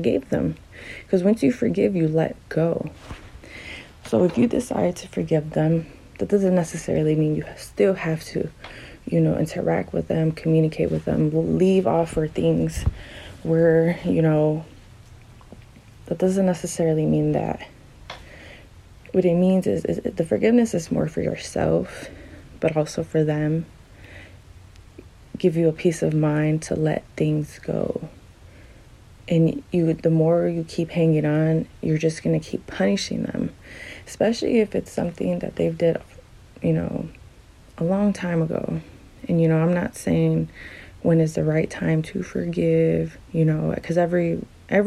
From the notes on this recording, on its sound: Doesn't sound the greatest because I made this on my phone.